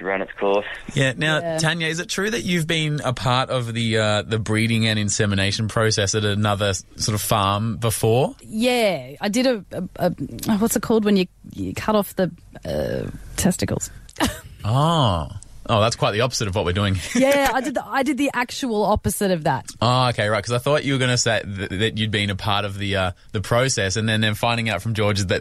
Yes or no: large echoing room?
no